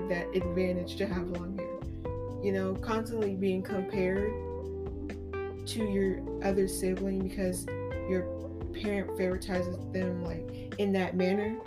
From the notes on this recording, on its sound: Excuse the Microphone, technical difficulties